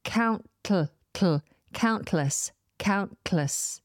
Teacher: So what I'm doing here is I'm putting the tip of my tongue up against the alveolar ridge as if I was about to release a T, count, but I don't release the T by removing my tongue from the roof of my mouth. I keep the tongue firmly up there and then the T kind of explodes out of the side of my tongue.